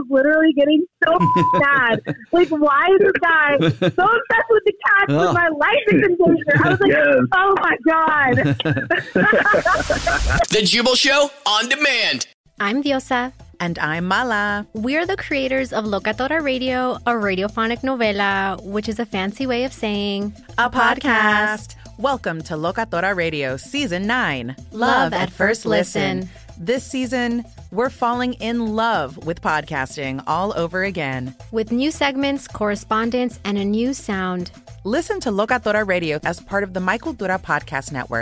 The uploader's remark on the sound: phone prank style